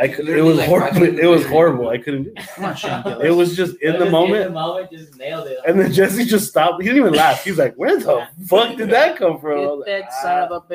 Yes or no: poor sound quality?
yes